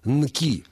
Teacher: Вот именно потому ваш слух и режет слог, якобы слог «нки». Здесь первый звук сонорный согласный, то есть звонкий непарный согласный, он несравненно звучнее, чем следующий за ним глухой парный согласный «к». И получается яма, провал звучности.